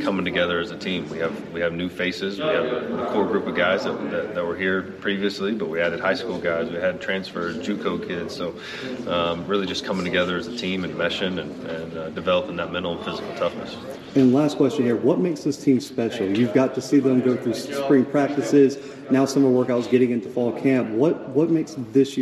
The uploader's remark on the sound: 2022 Southland Media Day. The Bluebloods are live at the Southland Conference Media Day!